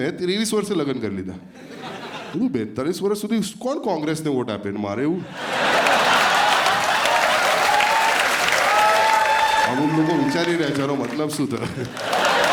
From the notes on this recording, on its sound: This was shot in front of a live audience. At the auditorium of H K Arts College, Ahmedabad.